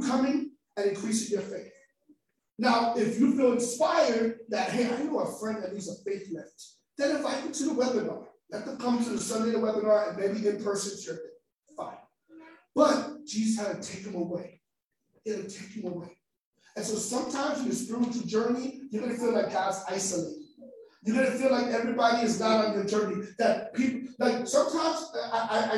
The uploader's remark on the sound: the facebook live recording so the sound may be a lil eh